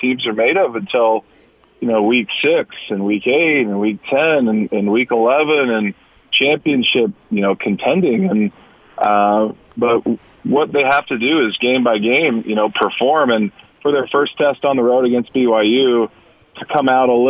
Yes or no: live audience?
no